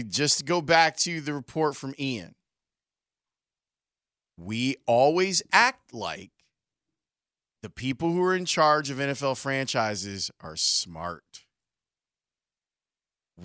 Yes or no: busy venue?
no